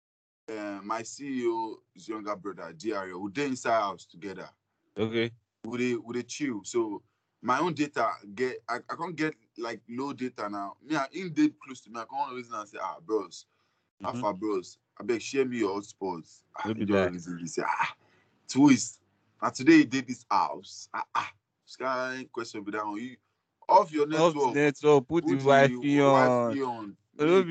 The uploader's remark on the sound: Over skype video call.